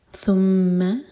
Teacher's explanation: آية 7 ثم ثا کے لیے ہماری زبان اوپر والے دانتوں کو ٹچ کرے گی اور تھوڑی سی ٹپ باہر ہوگی. ثم ميم پر غنہ دو سیکنڈ ہول کریں گے